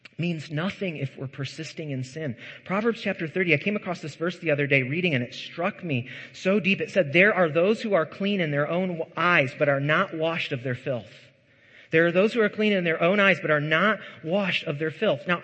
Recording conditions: large echoing room